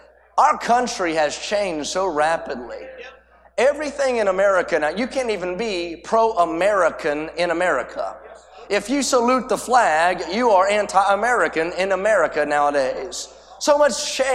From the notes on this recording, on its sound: A sermon preached Thursday Afternoon during our Spring Jubilee, on March 30, 2023.